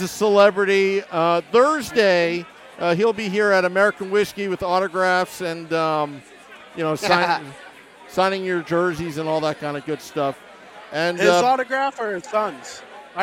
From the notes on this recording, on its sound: Live from American Whiskey